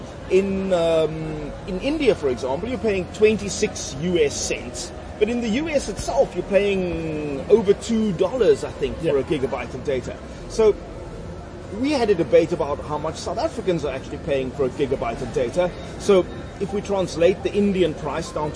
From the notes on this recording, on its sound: Recorded at Wimpy Canal Walk